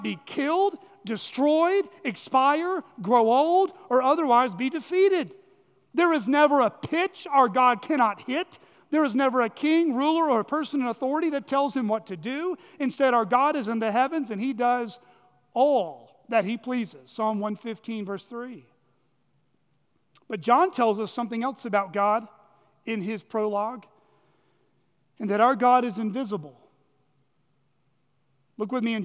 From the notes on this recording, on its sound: at Chaffee Crossing Baptist Church in Barling, AR.